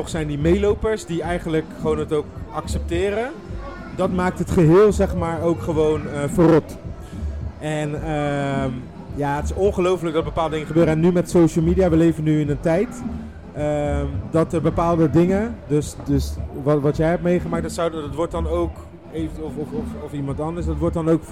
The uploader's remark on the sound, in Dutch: Mediateam Against Violence heeft een podcast opgenomen bij het Dance Festival.